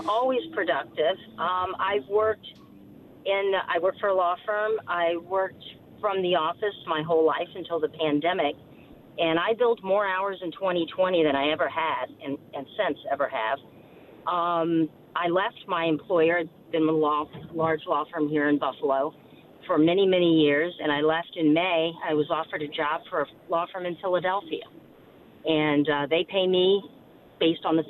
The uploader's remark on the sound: take your phone calls